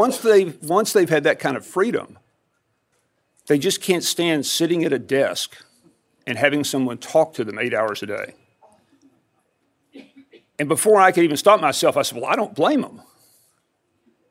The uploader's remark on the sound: a keynote address that was delivered as part of the 2017 Education and Freedom Conference